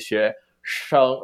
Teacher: you will make this NG sound more salient than people would in Taiwanese Mandarin